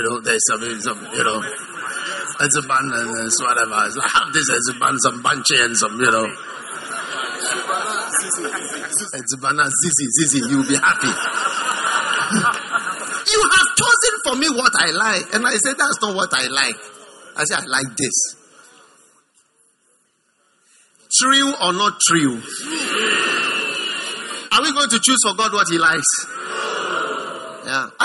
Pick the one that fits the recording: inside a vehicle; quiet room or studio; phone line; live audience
live audience